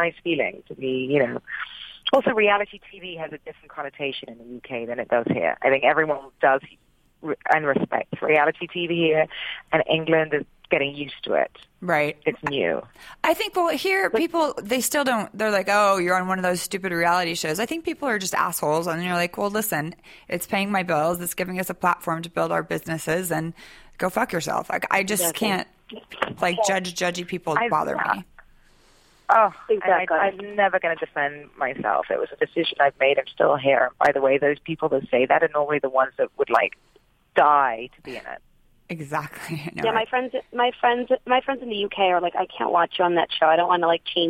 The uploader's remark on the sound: on the phone